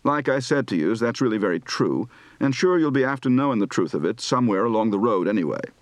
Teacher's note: The Southern Irish accents are famous for their lilt, a kind of up-and-down melody.